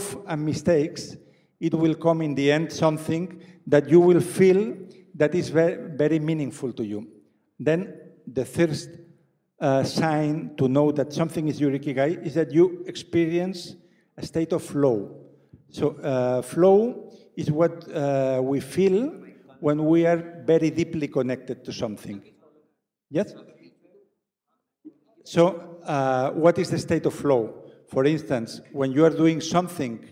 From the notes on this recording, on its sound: A live session from #JaipurLitFest2020. Joins us at the Jaipur Literature Festival.